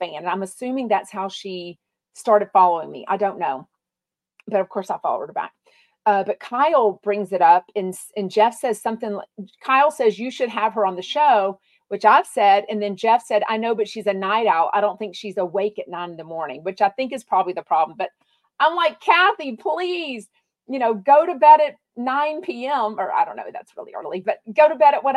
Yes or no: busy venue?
no